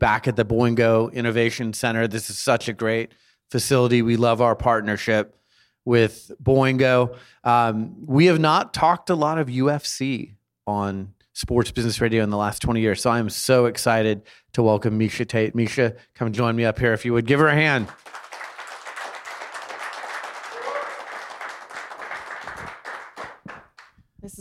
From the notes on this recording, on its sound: Joins the Sports Business Radio Road Show presented by Boingo wireless from the Boingo Innovation Center in Las Vegas. This conversation was recorded in front of a studio audience.